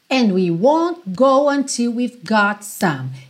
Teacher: aqui a gente tem até esse acento forte em won't go e got some.